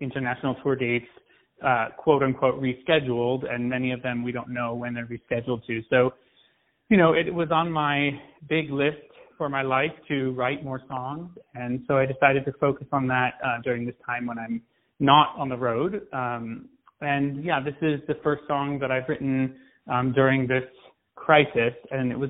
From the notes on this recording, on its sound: On the phone